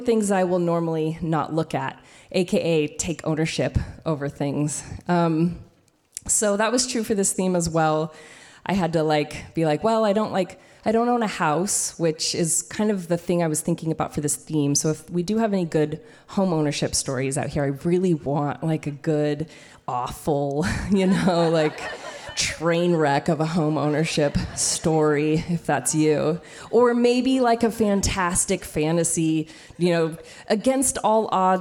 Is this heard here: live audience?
yes